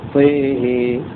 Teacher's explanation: إمالة الطاء والهاء لحمزة الكسائي وشعبة